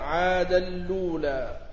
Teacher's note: وعادا الأولى في النجم بنقل حركة الهمزة المضمومة إلى اللام وإدغام التنوين قبلها فيها، فإن وقفت على عادا وابتدأت الأولى فيجوز الابتداء بالنقل مع إثبات همزة الوصل وتركها، ويجوز الابتداء بالأصل من غير نقل وهو أفضل.